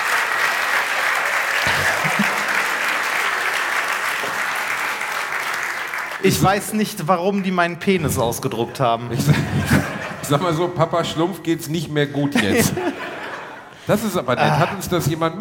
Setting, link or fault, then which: setting, live audience